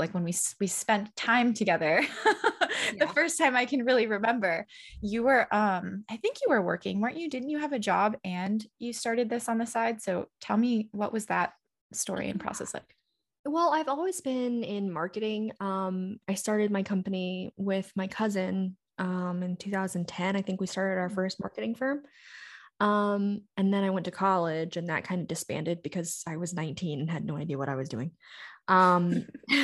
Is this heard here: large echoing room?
no